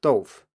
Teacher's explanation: But lots of interesting things happen to this unstressed syllable at the end here, especially then in Northern Mandarin, because then you have people who don't even pronounce the vowel sound at all, so the syllable is reduced to only the initial in effect